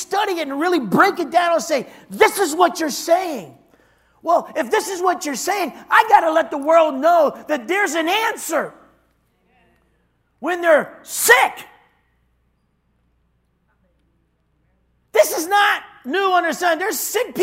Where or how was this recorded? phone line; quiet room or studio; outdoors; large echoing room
large echoing room